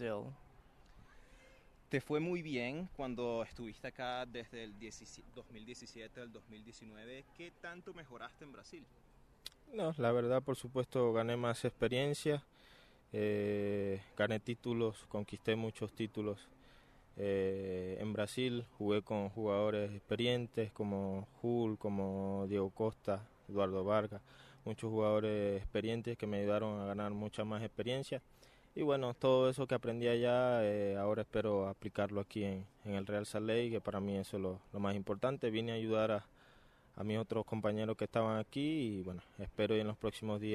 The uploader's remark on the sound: Live From RSL Practice